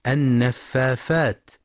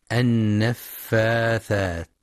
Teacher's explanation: وفي قوله تعالى ومن شر النفاثات في العقد هناك خطأ شائع في كلمة النفاثات خاصة عند صغار السن، حيث يبدلون الثاء فاء النفافات، فلينتبه لنطقها الصحيح بالثاء النفاثات · Shown in: second take